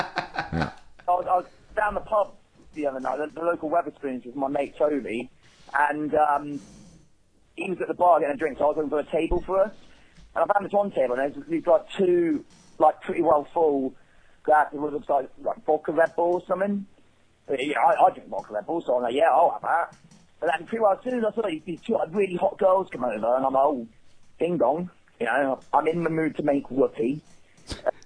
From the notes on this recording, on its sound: Phone calls.